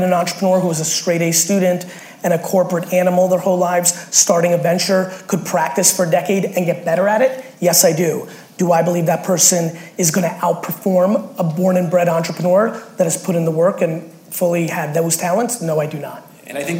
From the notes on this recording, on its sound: Your ‘Respectful Truth’ Is the Only Way to Change the Status Quo | SAP Fireside Chat. Recorded during a fireside chat I did at SAP.